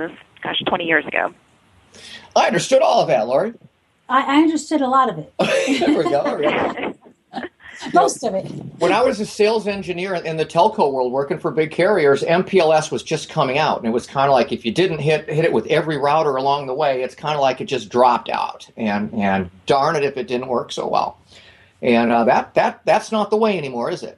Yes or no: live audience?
no